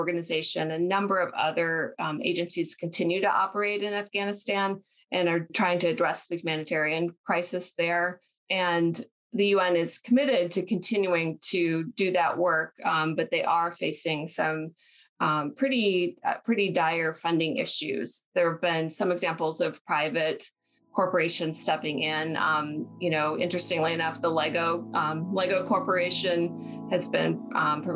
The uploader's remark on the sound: This episode was previously recorded as a virtual event